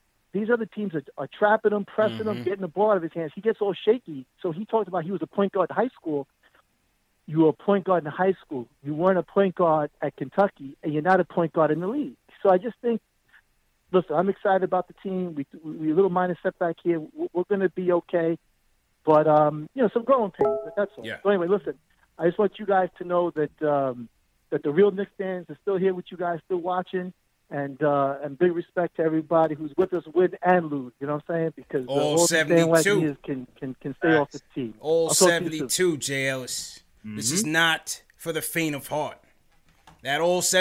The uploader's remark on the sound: take live phone calls from fans around the world